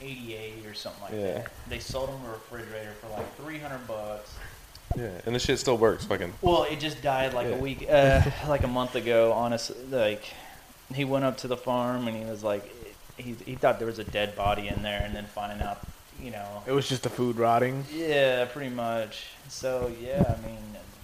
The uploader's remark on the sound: This time with all 4 members. The quality is still not exactly where we want it on the audio side.